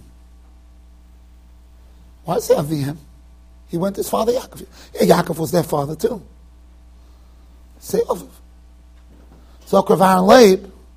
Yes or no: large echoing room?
yes